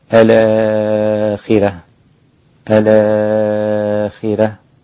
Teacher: أما الإمام ورش عن نافع فإنه نقل مع المد مع ترقيق الراء هكذا الآخرة الآخرة.